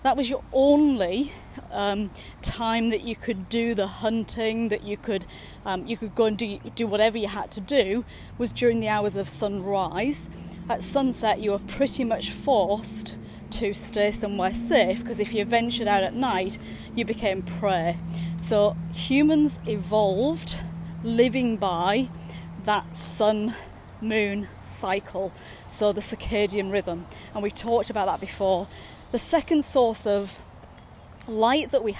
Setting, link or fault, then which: setting, outdoors